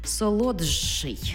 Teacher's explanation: Звуки «д», «т» перед шиплячими змінюються на шиплячі африкати. Тобто «д» плюс «ши», що у нас утворюється шляхом уподібнення «дж-ши».